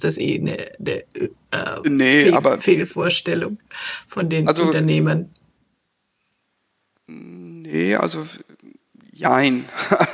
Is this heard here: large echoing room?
no